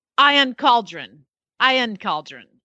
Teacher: There's no R sound in how she talks.